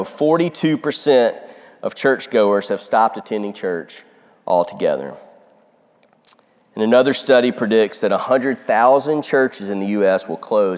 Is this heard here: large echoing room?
yes